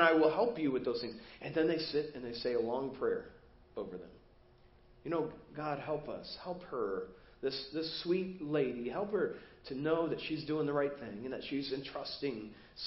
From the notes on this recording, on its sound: Preached at First Baptist Church of Hazel Park